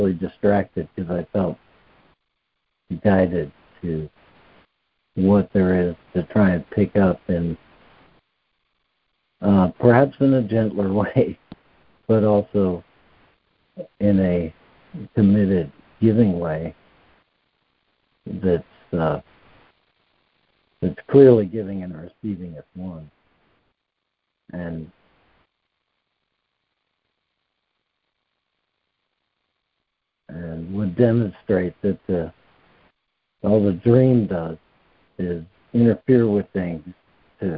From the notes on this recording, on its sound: ACIM Daily Conference Call